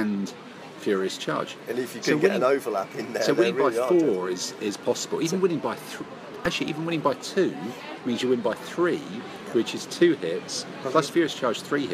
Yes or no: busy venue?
yes